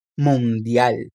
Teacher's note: O L no final tem o som de L mesmo, e não de U como no português.